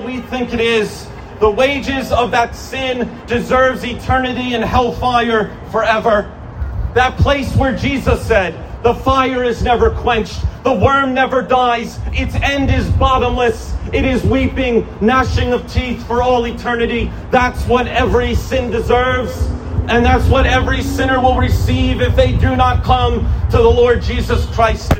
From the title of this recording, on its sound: An Outdoor Sermon